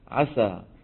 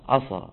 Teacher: فعل عسى إذا فخمت سينه شو بصير؟ عصى · Shown in: second take